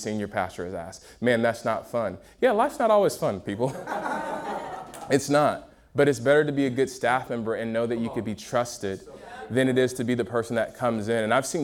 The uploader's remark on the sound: a Q&A session from UG Conference at Motion Church in Seattle